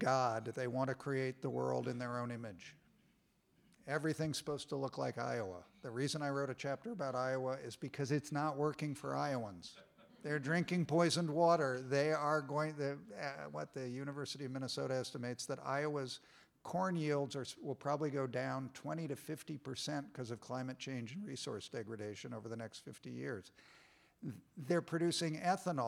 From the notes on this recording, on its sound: This is shared audio from Town Hall Seattle. This is shared audio from Town Hall Seattle.